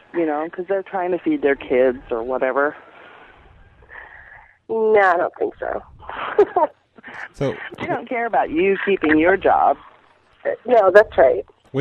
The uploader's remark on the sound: Prank Phone Calls